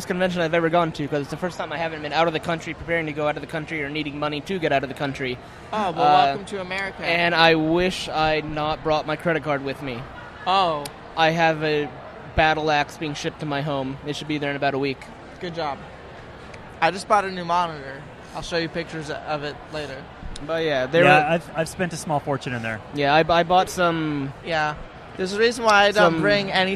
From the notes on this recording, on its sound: broadcast live cdom Wondercon 2018 in Anaheim